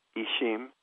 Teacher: you have the X being kind of, in my areas, universally being pronounced as a sh sound. That's because the Spaniards who colonized the region had no letter that could express that sh sound, so they used an X.